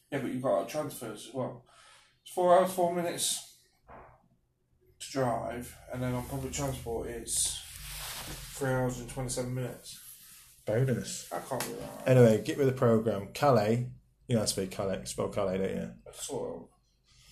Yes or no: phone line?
no